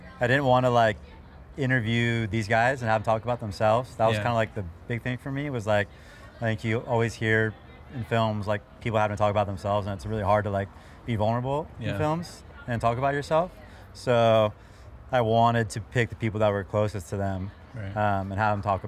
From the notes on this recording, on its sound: Filmed live at the premiere of Convergence in Huntington Beach during the US Open.